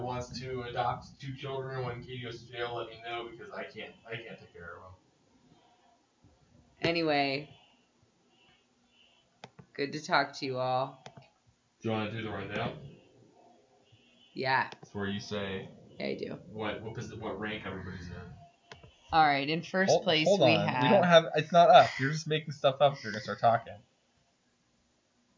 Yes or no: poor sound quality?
yes